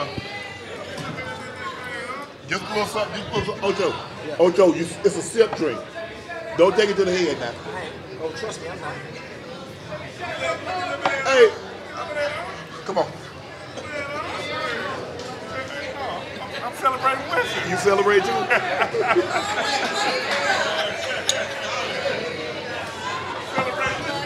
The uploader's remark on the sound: LIVE from Resorts World Las Vegas